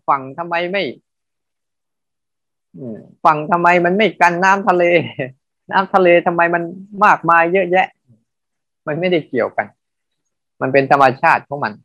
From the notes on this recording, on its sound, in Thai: เป็น 1 ใน 3 คอร์สออนไลน์ (ผ่านโปรแกรม Zoom)